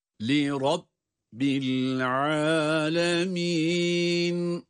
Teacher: Rabbi kelimesindeki ra, bu da kalın tabii ki.